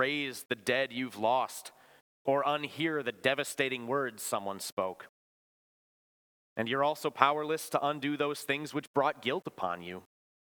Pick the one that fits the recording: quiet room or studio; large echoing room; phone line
large echoing room